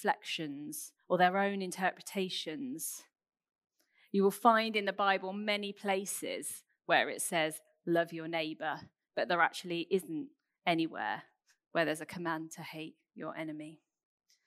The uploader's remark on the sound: Recorded 27th June at Central Vineyard Northampton under covid conditions and restriction